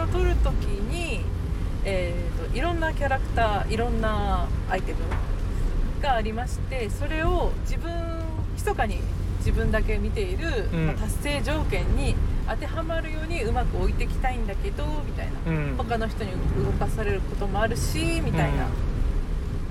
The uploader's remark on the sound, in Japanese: 先日の休みに写真展に行ってきた帰りの車内で。